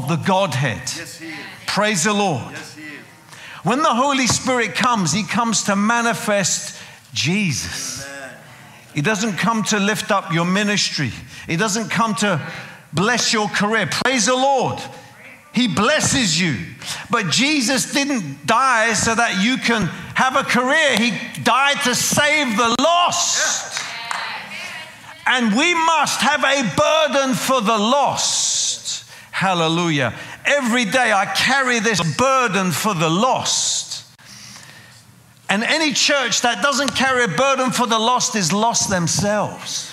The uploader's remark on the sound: preaching at a CCF Ministries in Lowell